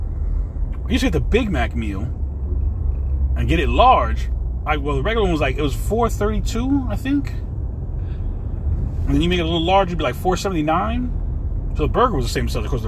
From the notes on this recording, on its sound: In this CarCast